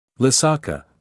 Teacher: the last syllable rising, not necessarily stressed